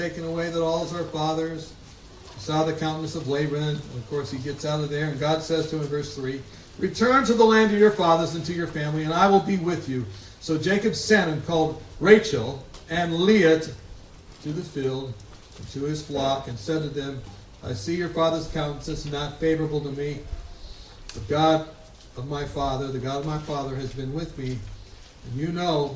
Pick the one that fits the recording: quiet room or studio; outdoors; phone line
outdoors